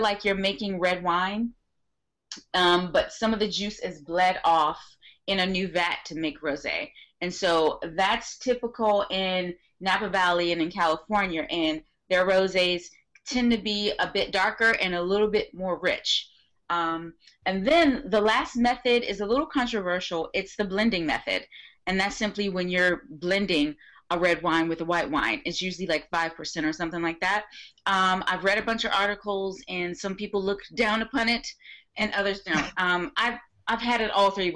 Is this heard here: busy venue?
no